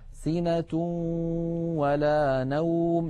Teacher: إدغام النون الساكنة والتنوين في الواو والياء إدغاما ناقصا تبقى فيه الغنة